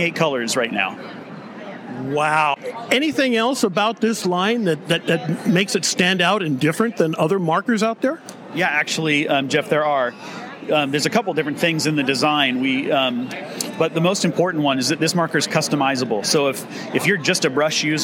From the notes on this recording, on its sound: NAMTA Trade Show. We are on the trade show floor of the 2023 National Art Materials Trade Association convention.